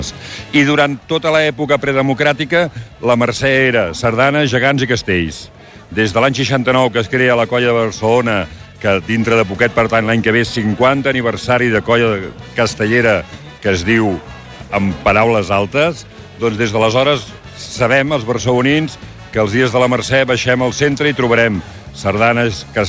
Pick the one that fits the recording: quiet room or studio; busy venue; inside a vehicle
busy venue